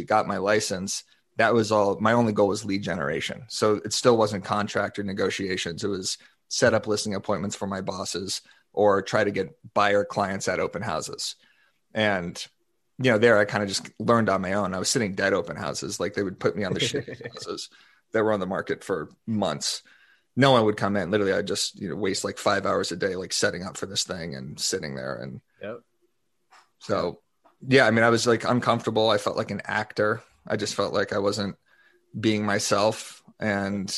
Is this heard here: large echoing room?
no